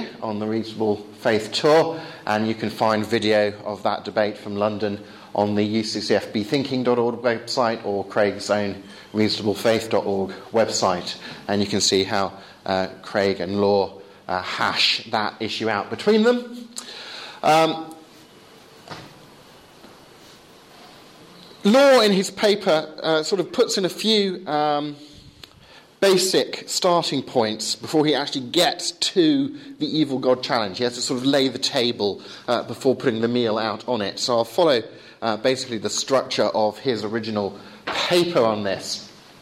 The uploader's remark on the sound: course at Higfield Church Southampton